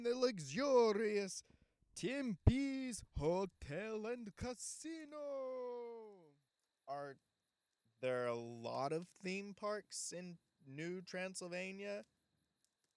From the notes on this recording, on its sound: records a LIVE* episode of the podcast in the middle of a forest